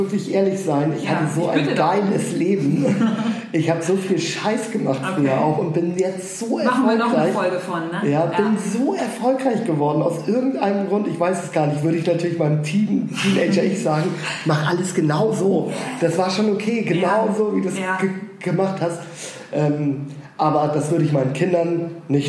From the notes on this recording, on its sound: Eat.share.live - restart 2019.